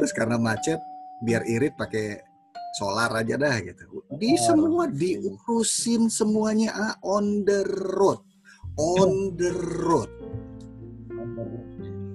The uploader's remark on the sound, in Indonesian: REKAMAN SUARA ZOOM Meeting